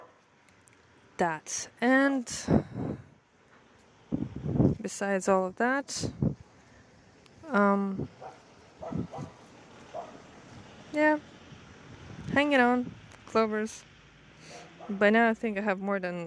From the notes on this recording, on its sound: there's ton of sounds as I recorded it all outside.